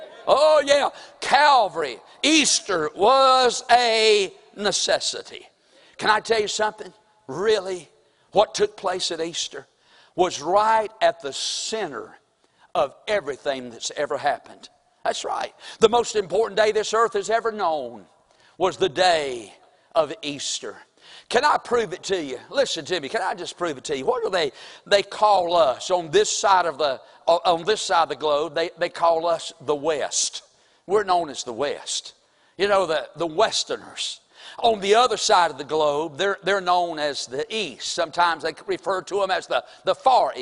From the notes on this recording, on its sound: April 9, 2023 Sunday morning service preaching from the pulpit of Woodland Baptist Church – Winston Salem, NC